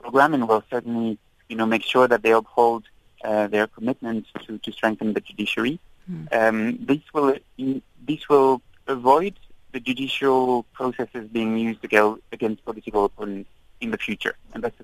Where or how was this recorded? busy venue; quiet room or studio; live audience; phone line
phone line